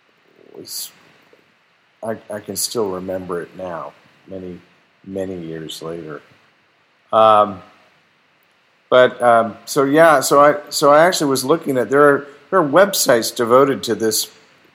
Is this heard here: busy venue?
no